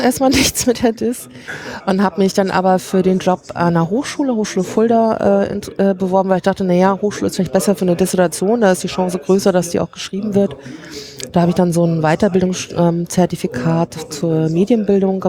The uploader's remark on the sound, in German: Live vom 32ten Chaos Communications Congress